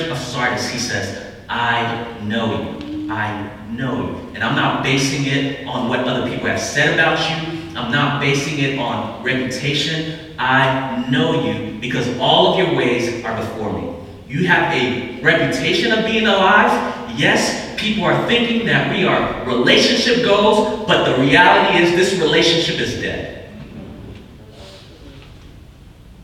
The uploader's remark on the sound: We apologize for the bad audio. This was a secondary source to capture the message.